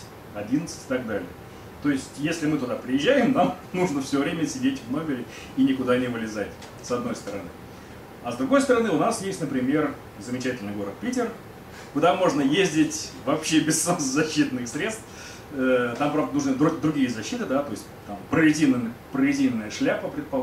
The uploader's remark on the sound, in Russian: Книжный клуб-магазин "Гиперион" — научно-популярная лекция